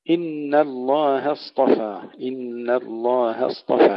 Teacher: ترقيق النون والهاء ثم تفخيم الصاد والطاء